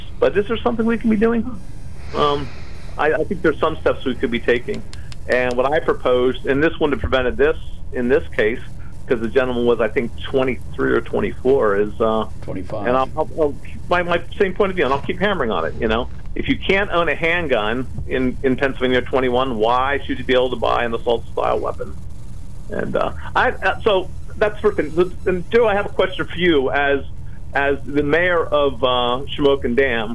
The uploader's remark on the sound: open phones